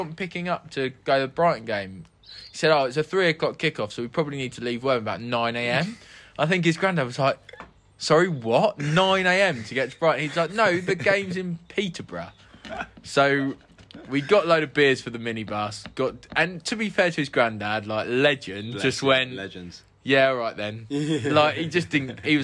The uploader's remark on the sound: This week's episode comes from the garden of 'Pub of the year' The Gun in Findon Village